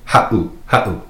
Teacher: If you were to take out that 7, it would be pronounced ha'u. But with the 7 in there, makes that little glottal stop, that pause.